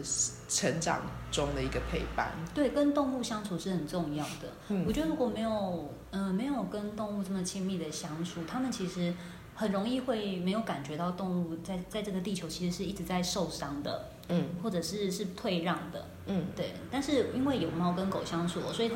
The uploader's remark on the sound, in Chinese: 在書店有一場快樂的對談。剪輯和錄音新手的我們花了一個多月的時間慢慢地整理剪接。